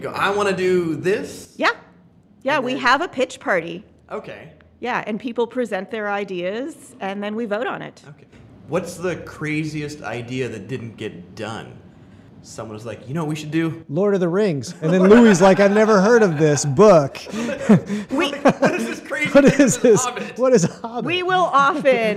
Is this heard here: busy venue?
yes